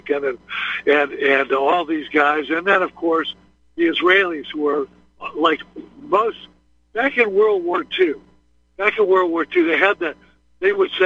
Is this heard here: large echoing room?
no